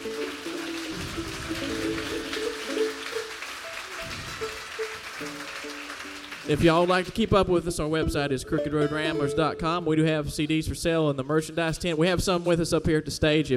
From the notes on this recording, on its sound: at the Richmond Folk Festival on October 11, 2014.